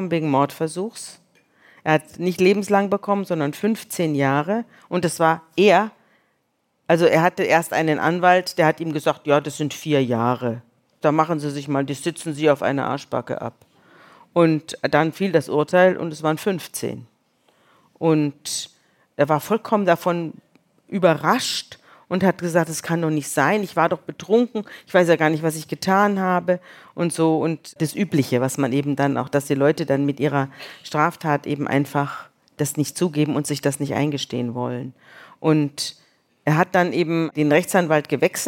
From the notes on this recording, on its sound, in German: In Leipzig vor Publikum.